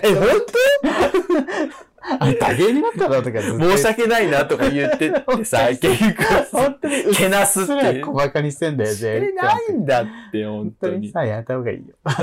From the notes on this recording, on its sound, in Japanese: 録音失敗！地獄の音割れ回。音質最悪です…すみません！